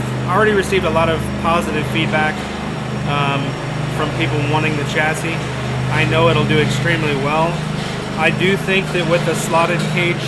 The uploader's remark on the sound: There is alot of background noise sorry this was after a race and they were tearing up track.